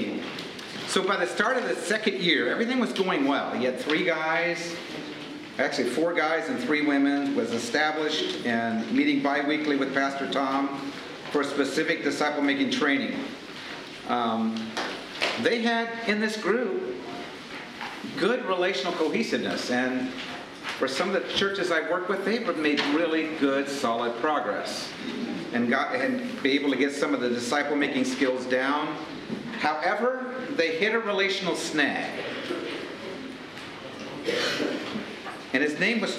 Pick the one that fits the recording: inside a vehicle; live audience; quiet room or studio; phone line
live audience